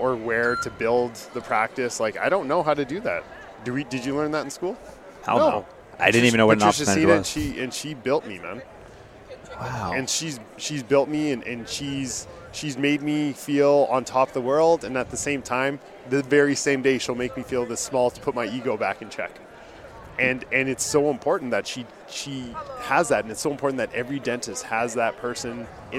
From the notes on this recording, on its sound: Back again to our guests at our 2023 ODA ASM Conference booth